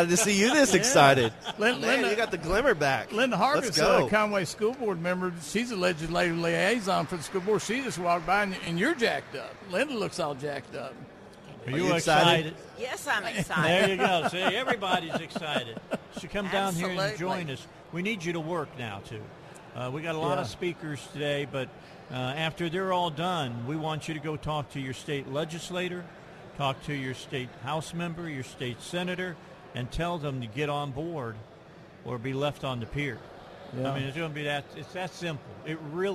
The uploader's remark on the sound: Live from the state capitol today for the first in four years.